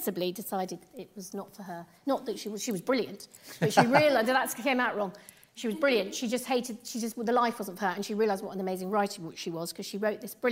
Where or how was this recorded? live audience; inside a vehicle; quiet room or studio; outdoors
live audience